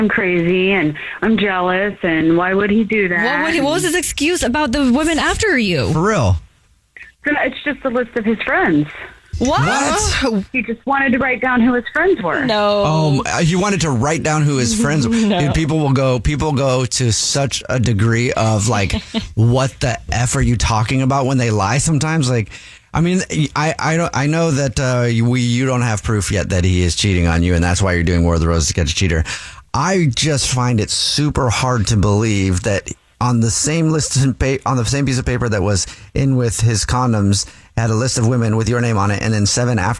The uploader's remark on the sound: Phone Prank